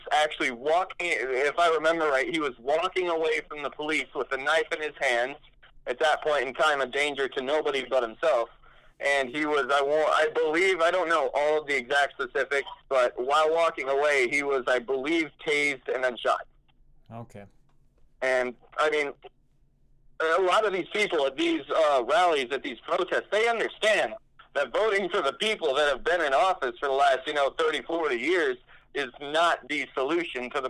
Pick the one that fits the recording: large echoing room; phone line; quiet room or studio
phone line